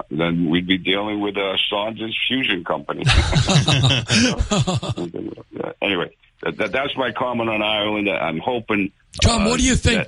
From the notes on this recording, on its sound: take calls from the audience